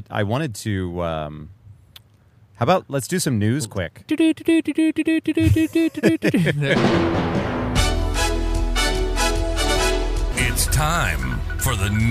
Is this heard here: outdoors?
yes